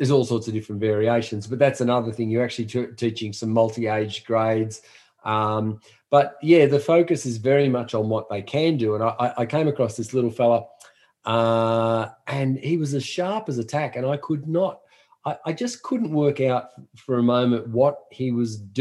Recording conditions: video call